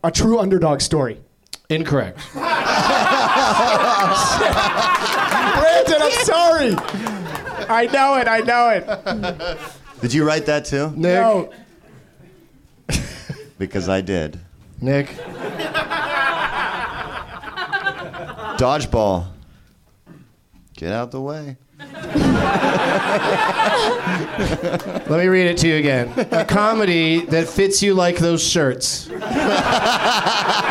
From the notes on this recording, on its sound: Live from the NerdMelt Showroom in LA